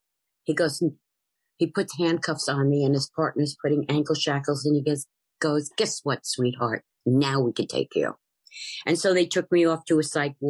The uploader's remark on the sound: This is a meeting from the Broken Elevator zoom group